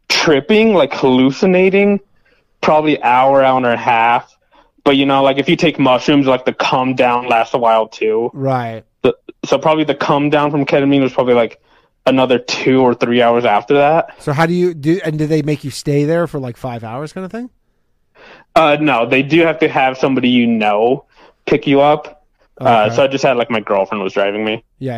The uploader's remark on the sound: The bad advice question/call in show.